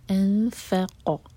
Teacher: انف اخفا فا کے لیے، فا لائٹ اور قاف ہیوی